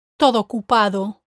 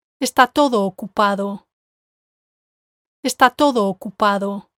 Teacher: But because I need to emphasize the word todo, I haven't dropped the second O sound. Notice how I've said two O sounds without a gap between them. · Shown in: second take